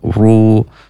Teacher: huruf ro ini tebal atau taf khim ketika berharokat dhammah dan berharokat fathah